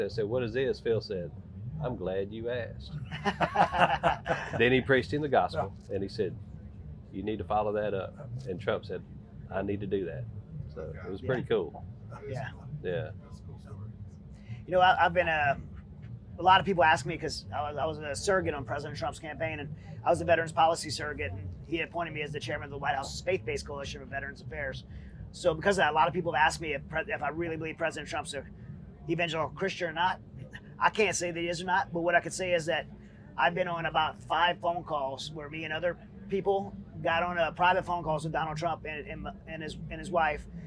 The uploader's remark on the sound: in Maryville, Tennessee at the Smith & Wesson Grand Opening and Fall Festival